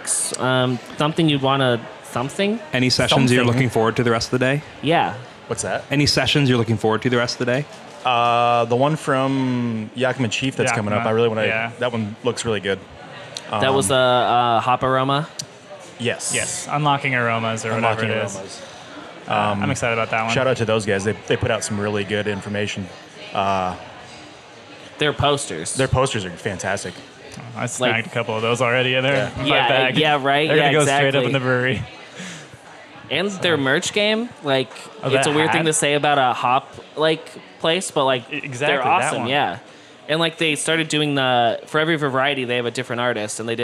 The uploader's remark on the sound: While at i-Best, a conference organized by the Iowa Brewers Guild and hosted this year by Toppling Goliath.